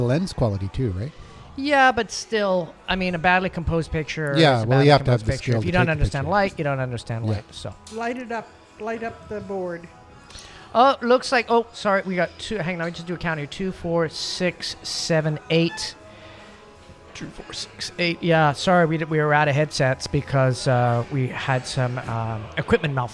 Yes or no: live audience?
yes